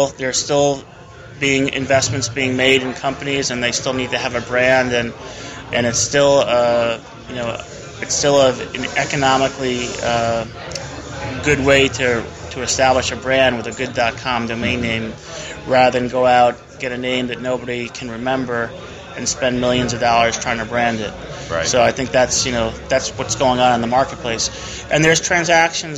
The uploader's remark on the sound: On location at the TRAFFIC conference in Fort Lauderdale 2011. Segments of a live domain auction.